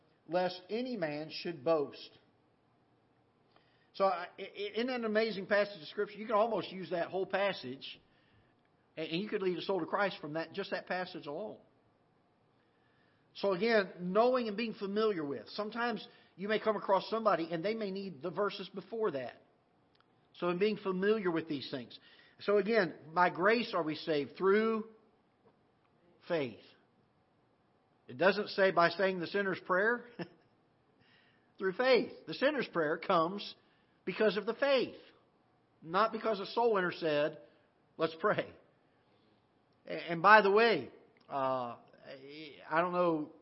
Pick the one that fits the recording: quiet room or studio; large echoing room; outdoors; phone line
large echoing room